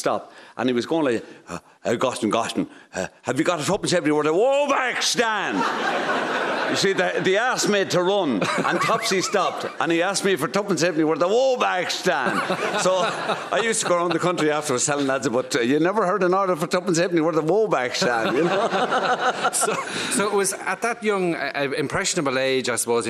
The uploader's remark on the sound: Recorded in front of a live audience at the Aviva Stadium.